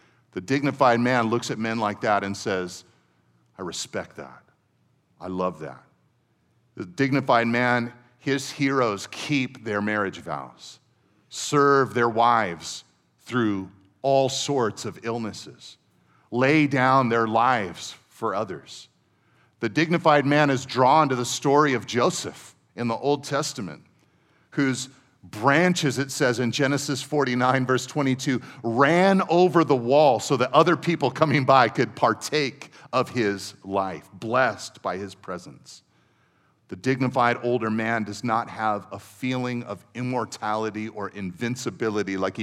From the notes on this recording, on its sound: Second session at our 2023 Men’s Conference